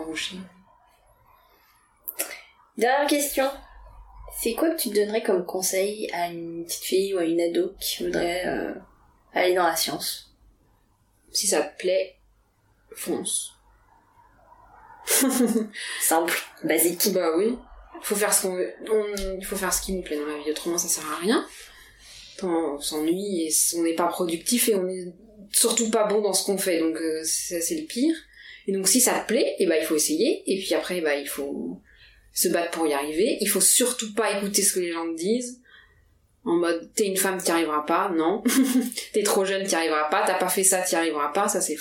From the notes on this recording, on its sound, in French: La découverte du matériel audio et l’isolation des appartements parisiens font que la qualité du son pour cet enregistrement laisse à désirer